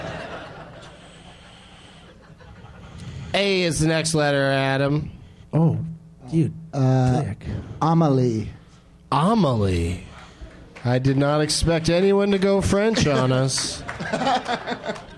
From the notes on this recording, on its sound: Live from Zanies in Rosemont, IL